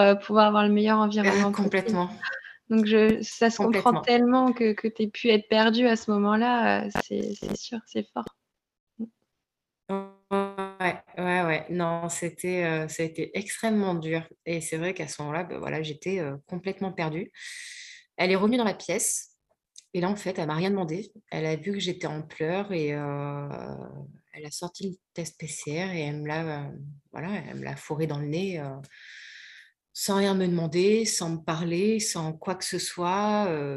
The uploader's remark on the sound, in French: Vous remarquerez peut-être quelques faux raccords lors de l'épisode. Nous avons enregistré en plein Mercure rétrograde, un soir et le internet n'était pas très amical avec nous !